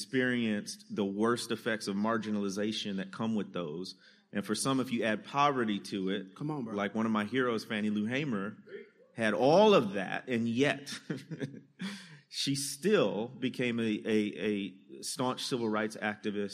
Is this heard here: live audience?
yes